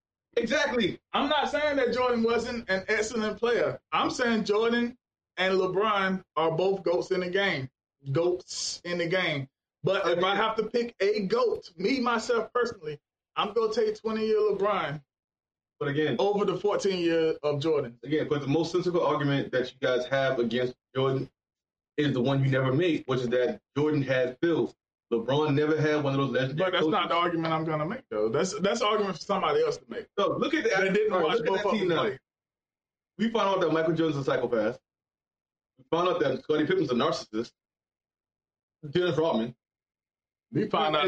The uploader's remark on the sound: We would like to take this time however to apologize for the audio. The cameras we used for conferences allowed us the opportunity to do a lot of editing on the back end to create the best listening experience we could.